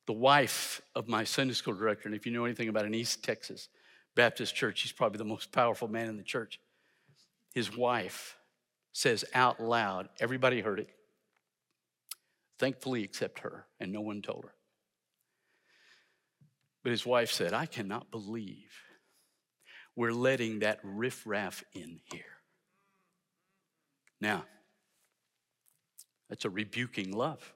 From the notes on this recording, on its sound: in #SWBTSChapel on February 7, 2023